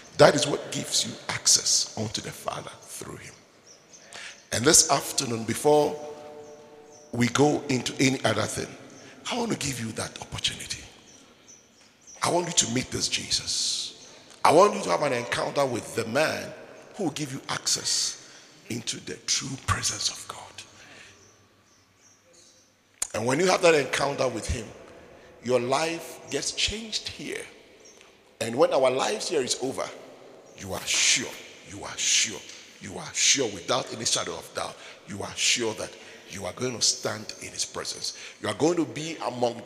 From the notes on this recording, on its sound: Preached at the International Sunday Service, Windhoek Namibia.